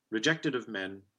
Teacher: Rejected of men, you can't even really tell if that's British or North American because it's both schwa. If I slow it down, rejected of men, British, rejected of men, North American.